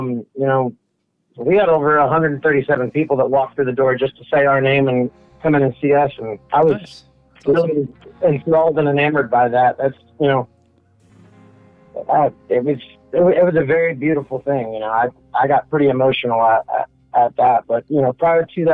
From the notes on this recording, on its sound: This episodes featured artist joins us from Fort Worth, TX. Call in for an interview.